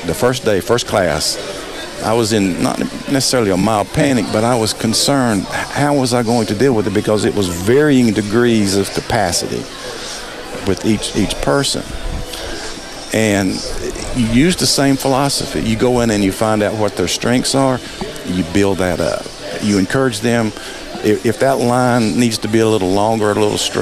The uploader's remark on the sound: Today's show was recorded live at the Carolina Classic Fair.